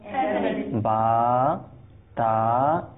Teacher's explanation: বা তা এক আলিফ টানবো, আর সাথে সাথে আবার ধাক্কাও হবে না। আর এটাও চেষ্টা করব এটার যে মাখরাজ রয়েছে ইনশাল্লাহ সেটা পরিপূর্ণ যেন আদায় হয়।